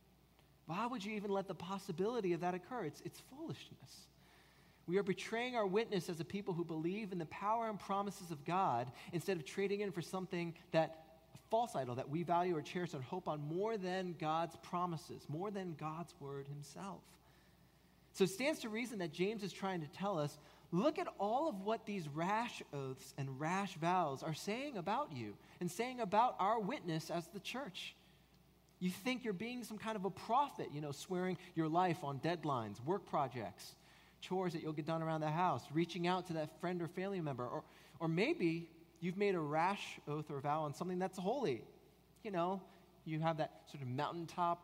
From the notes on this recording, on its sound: At Redeemer Presbyterian Church in Charleston, SC